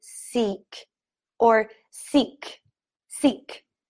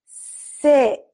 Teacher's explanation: some languages pronounce the I like a long E · Shown in: first take · They say seek or seek, seek.